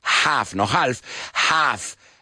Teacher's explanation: la L ahí no la pronunciamos. Half, no half.